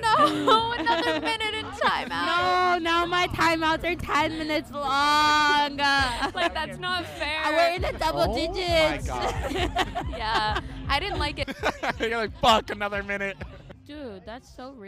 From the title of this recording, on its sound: LIVE from SpringFest